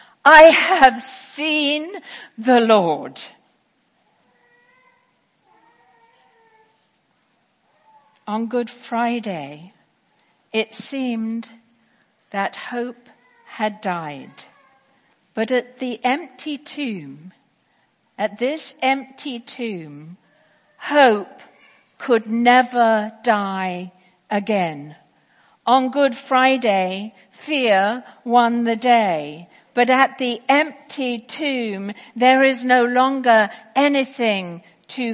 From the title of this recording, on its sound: Easter 10AM Service 2018